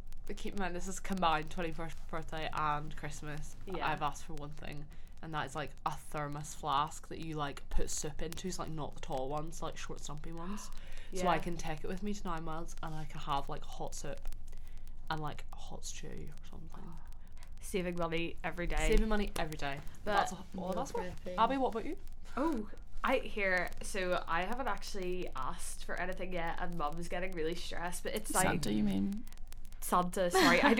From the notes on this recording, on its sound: please enjoy the sound of the festive "crackling fire" in the background of this podcast (I literally don't know what happened with the mics)